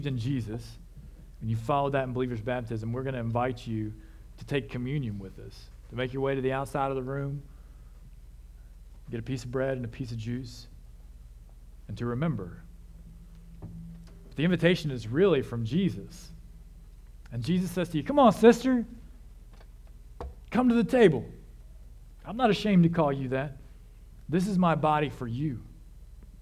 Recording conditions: large echoing room